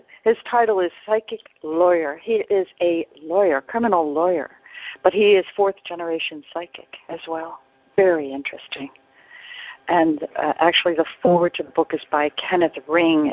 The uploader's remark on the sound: ACIM Daily TEXT Conference Call.